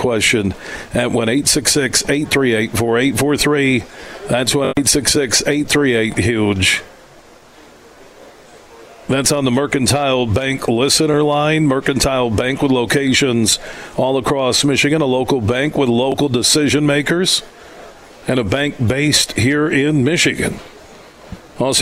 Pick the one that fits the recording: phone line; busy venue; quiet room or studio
busy venue